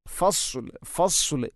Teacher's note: ഫസ്ലിന് സ്വാദാണ്, സ്വാദിന് പകരം സീനാവുന്നത് പ്രത്യേകിച്ചും ശ്രദ്ധിക്കേണ്ടതാണ്